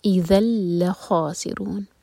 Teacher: ذال پر فتح کی تنوین، اس کے بعد اللام، تو یہ ہے ادغام بغیر غنہ کا